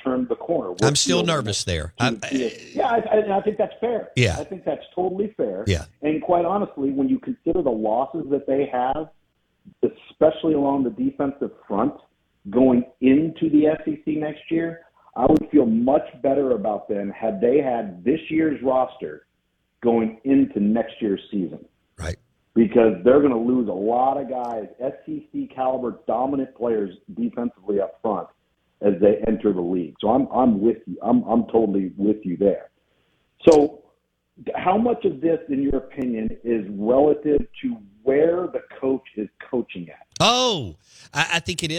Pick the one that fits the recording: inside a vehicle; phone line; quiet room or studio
phone line